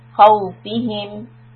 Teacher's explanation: خَ is heavy letter and wow is lean.